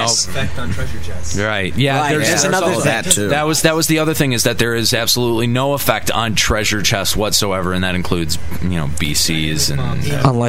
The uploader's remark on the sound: Limit Break Radio's 2007 Fan Fest Special Day 1. We also have interviews and actual event audio. Many of the other activities at this years Fan Festival.